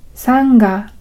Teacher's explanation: これは口の奥の方を閉じる鼻音を使う方が発音しやすいと思います。